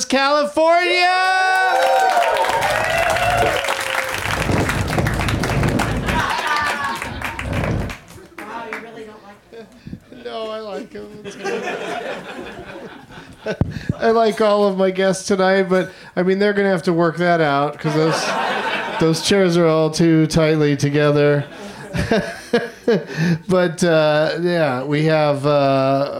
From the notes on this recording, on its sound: Live from the UCB Franklin